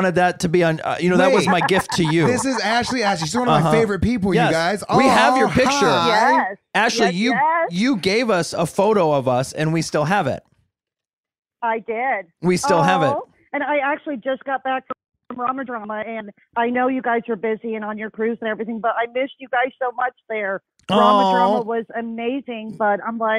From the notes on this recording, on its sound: The Listener Call-In Episode. Talking to listeners on live calls.